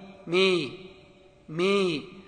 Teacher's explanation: إمالة صغرى وهي إمالة الفتحة إلى الكسرة، يعني أنك لا تنطق الفتحة فتحة ولا تنطقها كسرة، وإنما تنطقها بين الفتحة وبين الكسرة، فتحة مشرب كسرة، بين الفتحة وبين الكسرة.